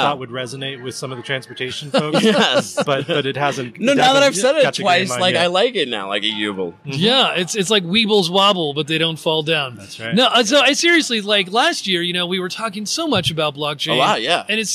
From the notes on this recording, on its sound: broadcasting from the floor of McLeod's UC2019!